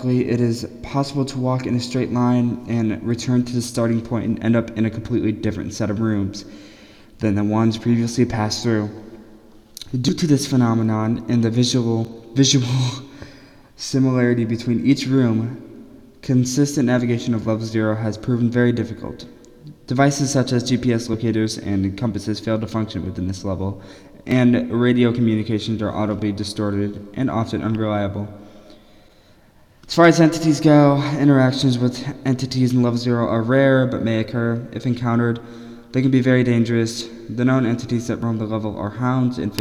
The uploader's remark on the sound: Sorry for the echo I am still working out everything It should be better next episode.